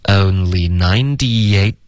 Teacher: ninety 跟 eight 呢之间要添加一个 y